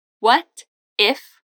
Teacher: o T soa como um R e fica what if